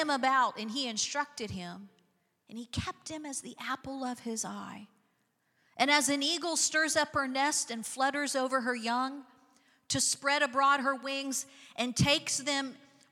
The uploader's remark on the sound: Recorded live on 5/7/23.